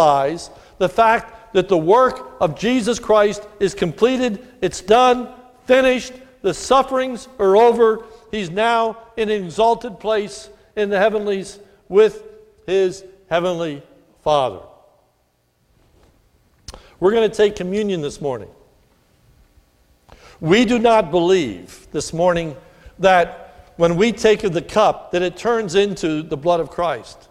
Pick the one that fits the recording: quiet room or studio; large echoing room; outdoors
large echoing room